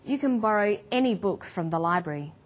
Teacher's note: Or, I can eat prawns, but there is some shellfish I don't like. When the word any is stressed, this tells us that we're talking about an unrestricted quantity or unlimited choice.